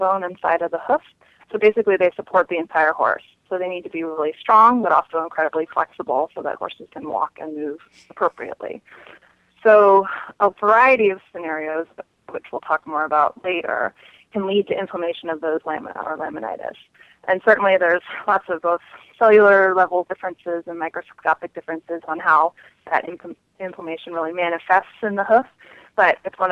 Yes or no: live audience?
no